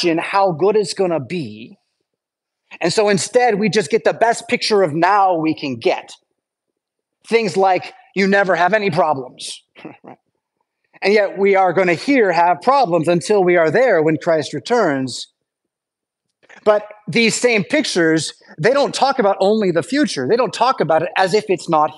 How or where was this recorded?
large echoing room